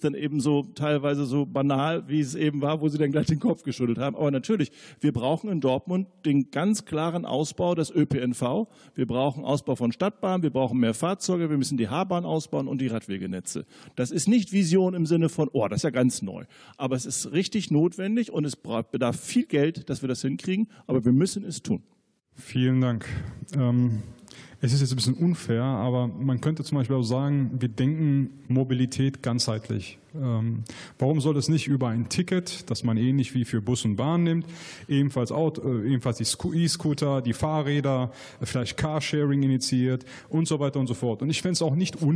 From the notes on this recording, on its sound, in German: Nordfunken: Wahlarena 2020. Dazu beantworten die Kandidat*innen auch Fragen aus dem Publikum. Wahlarena 2020 in Dortmund.